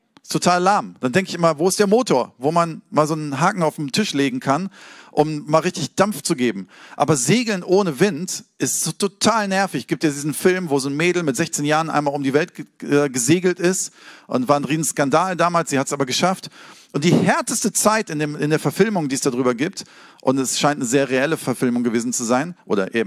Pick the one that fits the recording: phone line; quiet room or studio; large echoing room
large echoing room